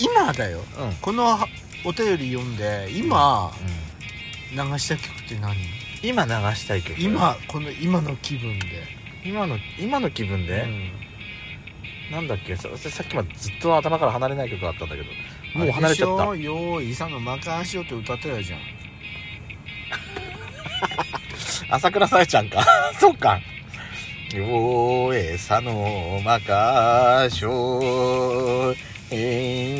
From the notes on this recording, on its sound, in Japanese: パーキング収録